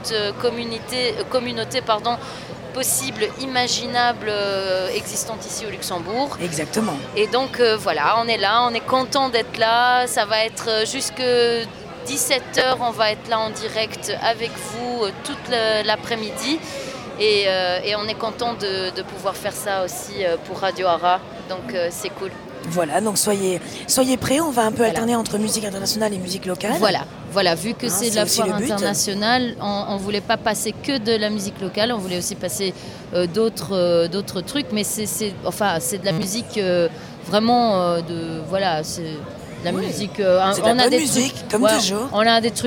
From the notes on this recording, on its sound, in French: Émission spéciale en direct du &#8220;Festival des Migrations 2020&#8221